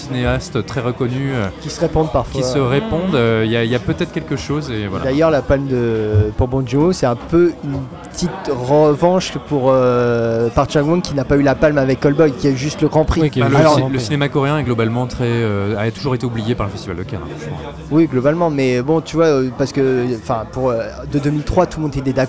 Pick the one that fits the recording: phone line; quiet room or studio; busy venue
busy venue